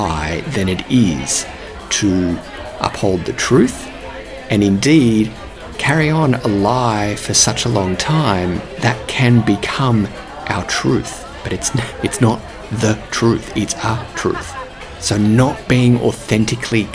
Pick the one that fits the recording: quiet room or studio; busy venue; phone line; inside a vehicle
busy venue